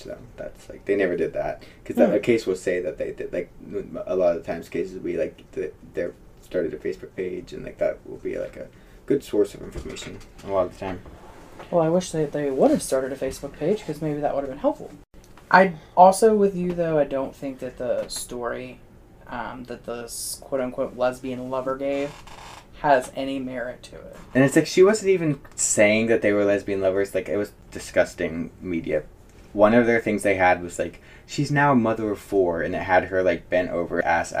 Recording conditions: poor microphone